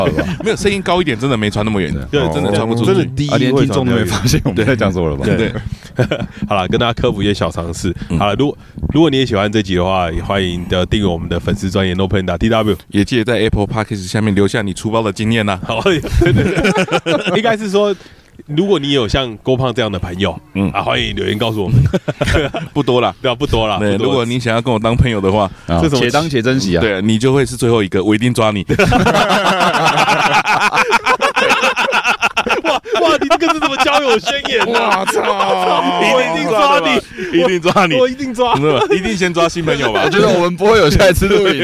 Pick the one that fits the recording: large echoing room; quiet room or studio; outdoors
outdoors